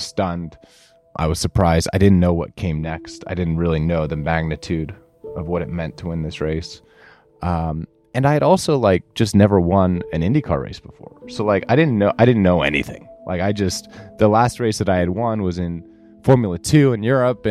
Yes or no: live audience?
no